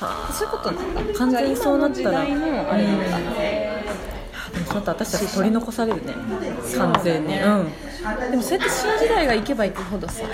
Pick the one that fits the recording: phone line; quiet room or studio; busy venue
busy venue